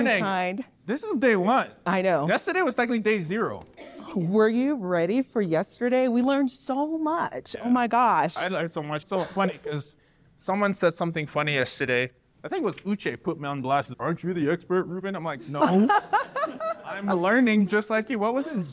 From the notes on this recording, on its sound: Step into the heart of the Midterm Rental Wealth Retreat. Taking you back to the live event. Share in the audience’s journeys with the introductory goal-voicing exercise.